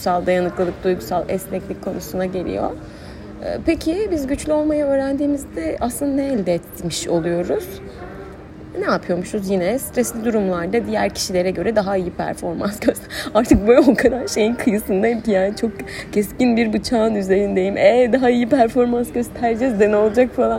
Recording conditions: busy venue